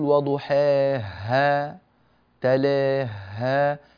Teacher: يعني لما تقول وضحاها تلاها هكذا الهاء صارت شبيهة بالمشددة، كادت أن تكون مشددة